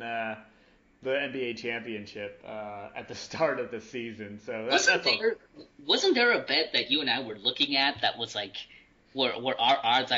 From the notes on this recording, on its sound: apologies for the sound for the past two episodes as I am mid-move.